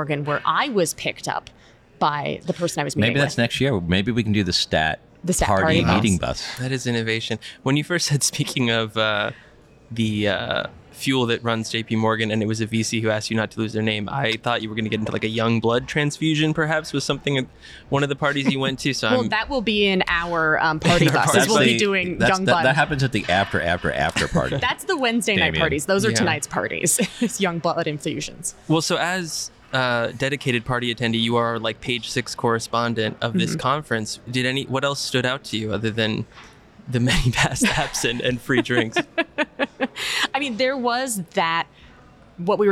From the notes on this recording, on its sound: Live! From #JPM24. Recording from the STAT co-working space outside the J.P. Morgan Healthcare Conference.